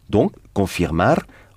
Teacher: On insiste sur la dernière syllabe, parce qu'il y a un r » à la fin, et suivant notre règle du son, donc confirmar, on insiste, hein, on frappe en quelque sorte sur la dernière syllabe comme c'est le cas pour tous les infinitifs espagnols